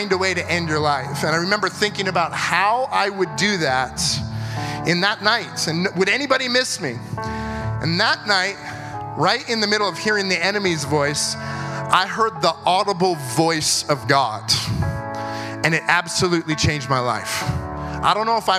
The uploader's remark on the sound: at our September 2022 Gathering (at the Church at South Edmonton)